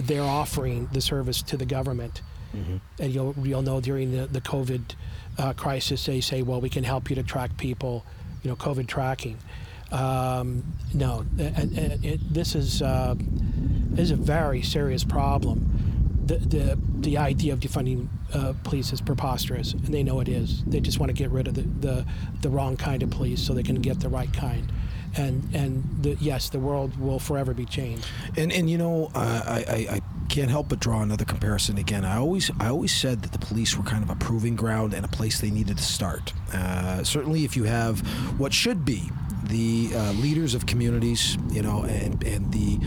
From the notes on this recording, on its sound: Our apologies for the wind noise!